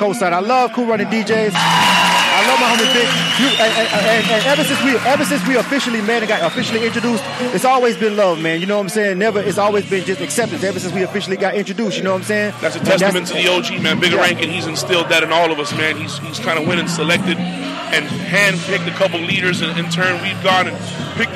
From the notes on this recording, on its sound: We were live at the ATL Record Pool a, semi-annual event held in Atlanta